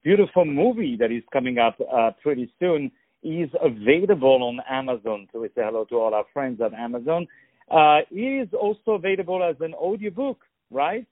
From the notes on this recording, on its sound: On the phone. The Culture News.